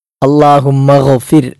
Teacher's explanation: ഒന്നാമത്തേത് അല്ലാഹുമ്മ ഗ്ഫിർ, അവിടെ ഗൈനാണ്, പുള്ളിയുള്ള ഗൈനാണ്, തൊണ്ടയുടെ ഏറ്റവും മുകൾ ഭാഗത്തു നിന്നും പുറപ്പെടേണ്ട അക്ഷരമാണ് ഗൈൻ എന്ന അക്ഷരം. ഗൈനിന് സുക്കൂനാണ്, അതുകൊണ്ട് അല്പം സാധാരണ ഫതഹോ കസ്റോ ഇട്ടാൽ നമ്മൾ ഉച്ചരിക്കുന്നതിനേക്കാൾ ശ്രദ്ധിച്ചാണ് സുക്കൂന് വരുമ്പോൾ ഉച്ചരിക്കേണ്ടത്.